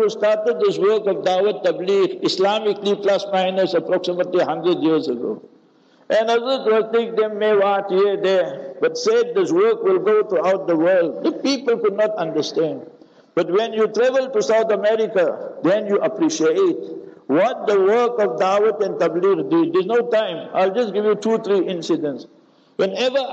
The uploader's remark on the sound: Local Jumah Lecture At Masjid Al Hilal